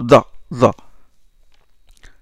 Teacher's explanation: Il y a glissement, c'est-à-dire, c'est une occlusive, il y a fermeture du chenal expiratoire, et sous cette pression, la langue est poussée légèrement jusqu'à toucher le bas des dents supérieures et les alvéoles. Il est poussé un peu. · Term: dé emphatique